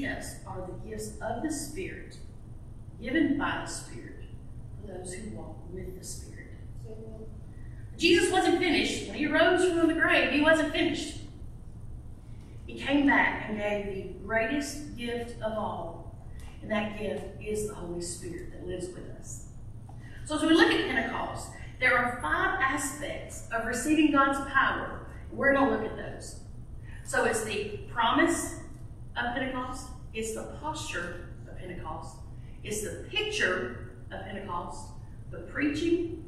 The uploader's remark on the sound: This was my last sermon delivered at Ashville First Methodist Church on May 28, 2023.